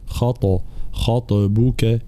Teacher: الخاء مفخمة ثم الطاء مفخمة ومقلقلة، فلا بد من بيان قلقلة الطاء.